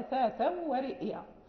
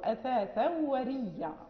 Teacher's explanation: ثم ذكر هنا ورئيا بإضغام عيسى، حين ذكر هنا عيسى وهو قالون لأن اسمه عيسى بن مينا، حين قال قالون يبدل رئيا يضغمها، معناه أن ورش لا يبدلها، يقرأ أثاثا ورئيا، أما قالون فيقرأ أثاثا وريا، حين أبدل الهمزة الساكنة وقبلها كسر فصارت مثل الياء الساكنة، فجاءت ياءان ساكنة فأدغما الياء في الياء فأصبحت ياء واحدة مشددة · Shown in: second take